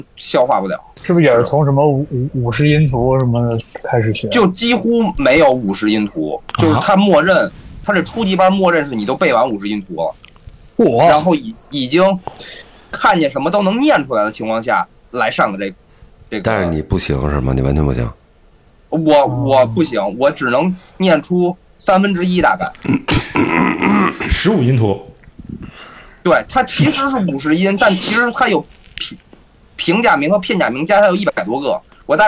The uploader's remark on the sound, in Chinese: 这一次我们克服了重重困难，再次实现了3D视频录音：北京、上海、东京。